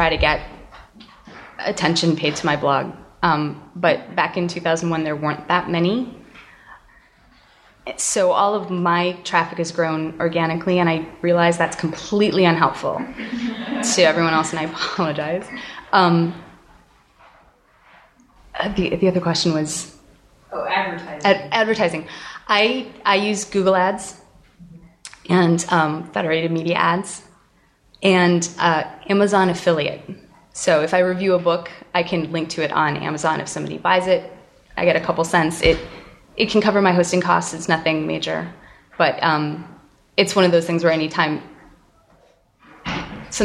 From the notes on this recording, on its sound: This episode of CraftSanity was recorded before a live audience at the Creative Conference of Entrepreneurs in Seattle.